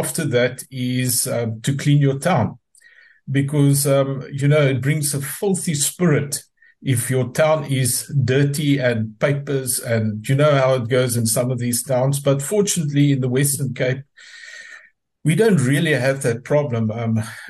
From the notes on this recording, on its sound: The Transformation Table Zoom Meeting 26 October 2023